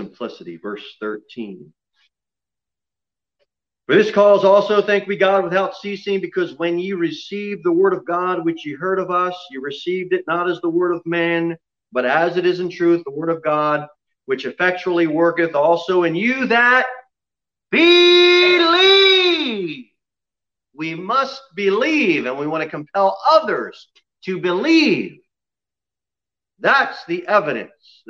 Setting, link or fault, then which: setting, large echoing room